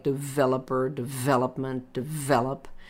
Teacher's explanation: We have stress on the root of words, so a word like developer, development, develop. Notice how it's always falling on vel, which gives the word meaning. It's not on the first syllable or the last one.